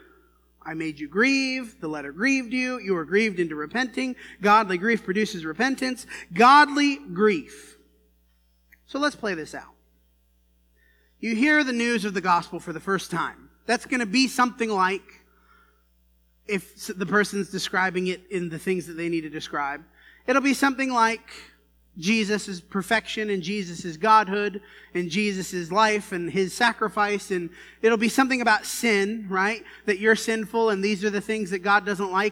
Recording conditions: large echoing room